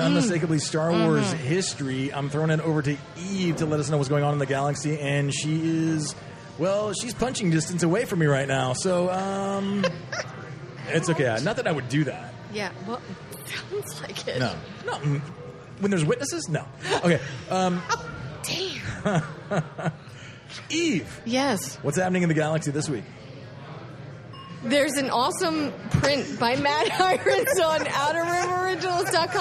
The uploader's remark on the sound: Live from Pour Taproom!